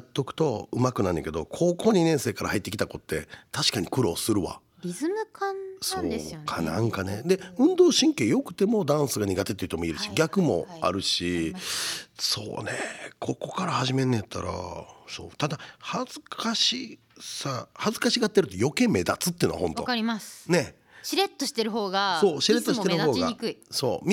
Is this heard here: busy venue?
no